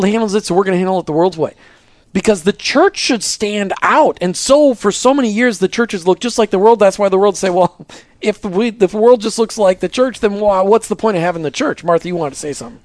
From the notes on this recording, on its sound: In Dallas, are we, for the OUTCOMES conference – Day I